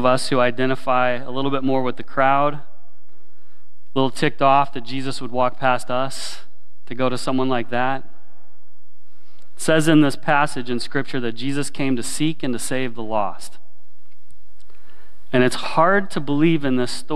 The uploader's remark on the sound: Sermon recorded at Willow Creek Baptist Church in Midhurst, Ontario.